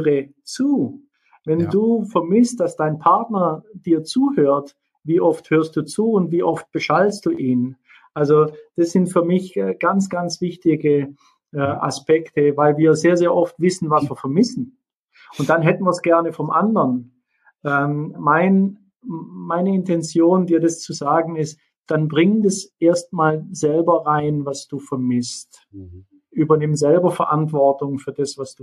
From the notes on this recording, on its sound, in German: Anlässlich des Live-Events der Liebesrevolution in Erzhausen bei Frankfurt. In einem Live-Webinar.